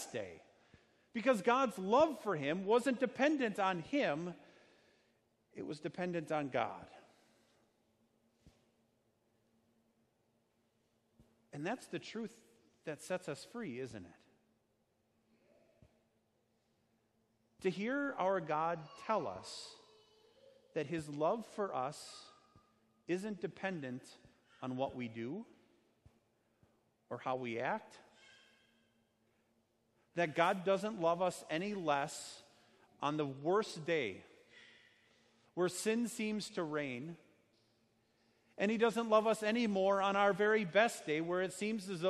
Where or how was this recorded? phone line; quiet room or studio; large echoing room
large echoing room